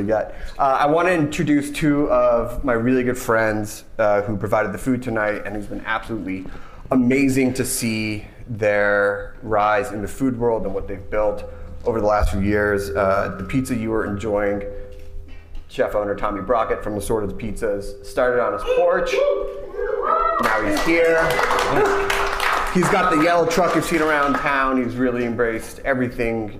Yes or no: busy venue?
yes